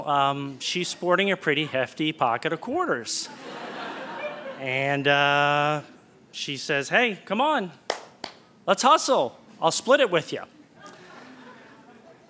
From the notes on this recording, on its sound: In this hour we’ll travel around the country to hear stories from our live open mic StorySLAM events: Louisville, Kentucky; San Francisco; Burlington, Vermont; Portland, Oregon; as well as the birthplace of the Moth StorySlam, New York City.